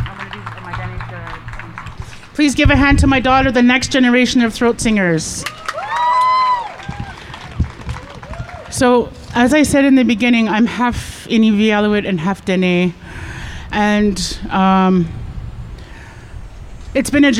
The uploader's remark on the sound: Live at Cabot Square